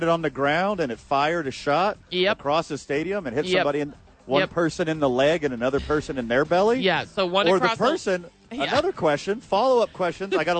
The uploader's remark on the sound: live from ABQ AXE